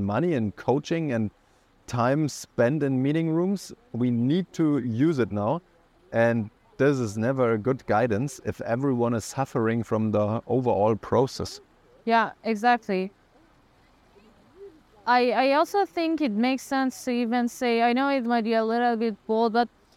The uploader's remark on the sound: We recorded outdoor and let AI improve our recording. In the end, you will get a nice sound effect when we disable the filter for your reference.